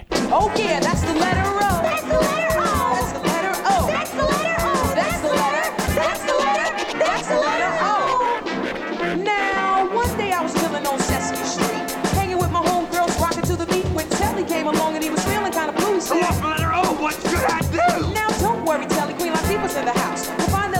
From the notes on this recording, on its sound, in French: Live au Geekulture 2019. Le 1er juin dernier s'amorçait le Festival Geekulture Lanaudière dans mon patelin natal, où j'y ai enregistré cet épisode en direct.